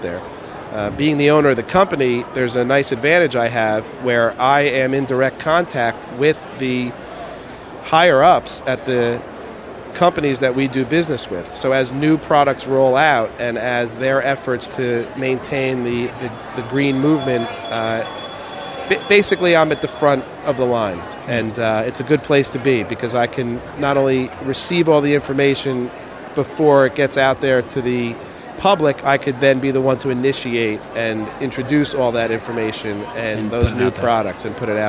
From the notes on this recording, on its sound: The recording of the live broadcast from the International Food &amp; Foodservice Show at the Javits Center. The recording of the live broadcast from the International Food & Foodservice Show at the Javits Center.